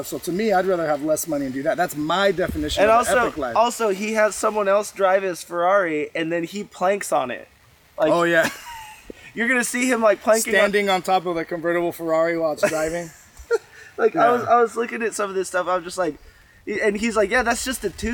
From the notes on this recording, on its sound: Today we are coming to you from the Dominican Republic. During a trip with Page Events, we stopped by the ocean to record a new episode.